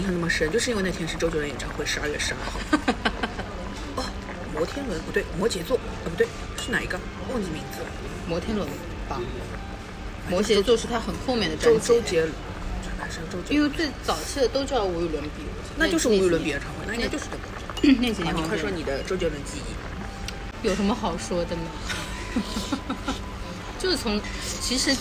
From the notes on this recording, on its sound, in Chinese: 本期节目在火锅店录制，手机就放在了火锅旁边，可能会听得一耳朵油，先说抱歉。鼎王无老锅。